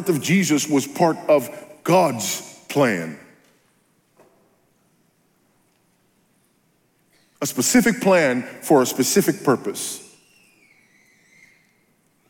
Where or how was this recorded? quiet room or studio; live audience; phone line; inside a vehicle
live audience